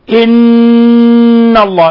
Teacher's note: إن الله، ولا يجوز أن نقرأها إلا مشددة مغنة، إن الله، إلصاق كامل للطرف اللسان على أصول الثنايا العليا مع غنة · Term: حرف غنة مشدد